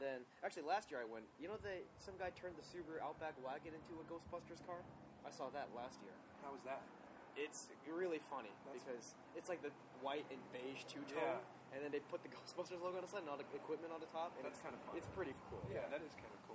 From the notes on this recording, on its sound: Since we're recording from my back yard, you can hear the delightful ocean breeze, random kids shouting in the background